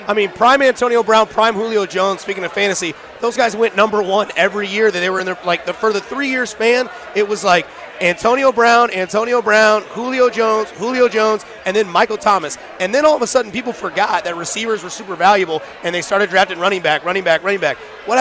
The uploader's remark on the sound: opens the show live from Cinder Block Brewery